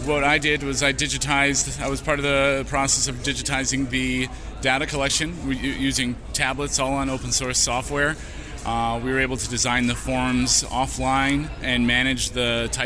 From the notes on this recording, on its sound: Society for American Archaeology Meetings in Washington, D.C. Today's episode contains segments recorded in the poster room and the exhibit hall.